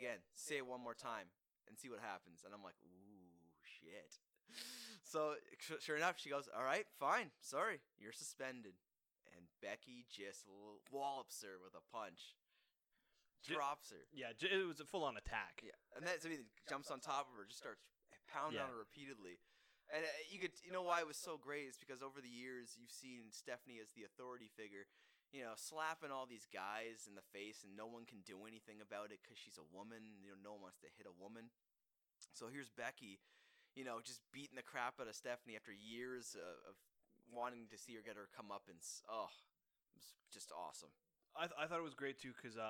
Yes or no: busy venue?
no